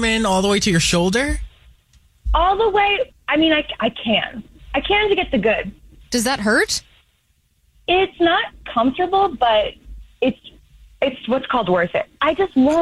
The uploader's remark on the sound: There is a woman on the phone